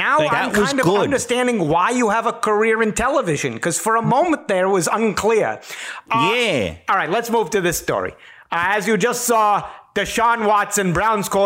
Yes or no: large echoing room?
no